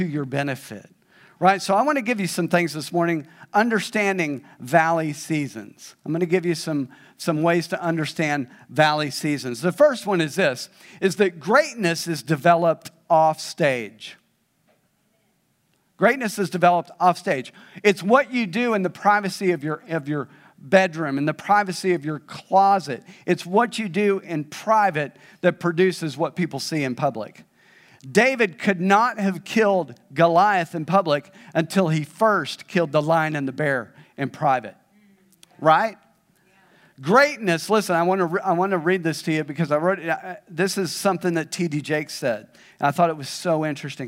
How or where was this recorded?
large echoing room